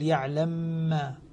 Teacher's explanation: يدغم المثلين من كلمتين إدغاما كبيرا